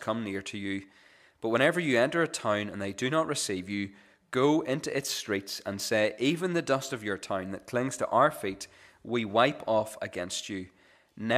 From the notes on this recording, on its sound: This is the recording of the Bible reading and sermon from our morning service on Sunday 20th August 2023.